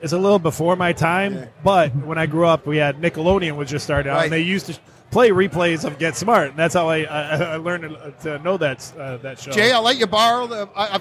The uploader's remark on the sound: Live from Motor City Comic Con